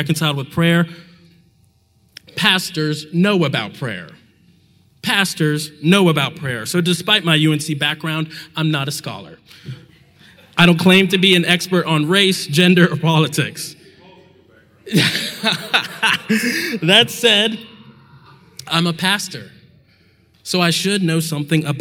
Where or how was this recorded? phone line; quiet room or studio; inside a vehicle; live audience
live audience